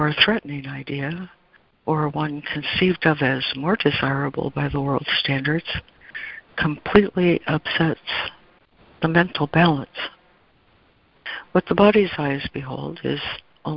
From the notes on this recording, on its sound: ACIM Daily Conference Call.